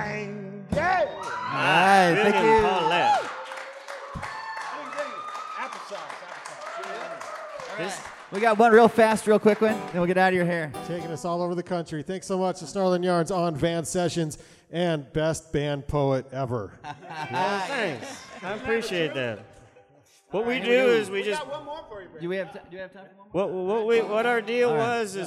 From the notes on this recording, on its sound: Van Sessions at The Monarch. As recorded LIVE inside The Monarch Building in Ogden, Utah during Ogden's First Friday Art Stroll.